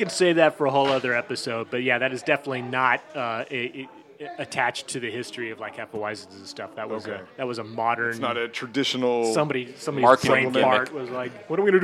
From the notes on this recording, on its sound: Little Red Hen in Greenlake. A bar known for line dancing and it's open mic nights. Recorded live at Sylvia's Little Red Hen on 8/18/2022.